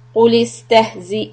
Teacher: Four harakat. Make sure the Hamza sound is separate from the Zal.